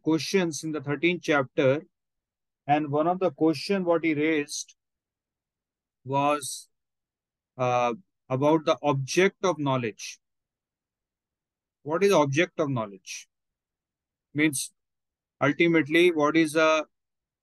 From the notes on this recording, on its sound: Zoom online recorded class.